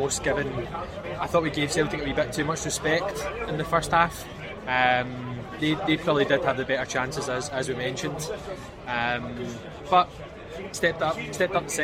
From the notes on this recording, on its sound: Our reaction to the Old Firm recorded in the pub.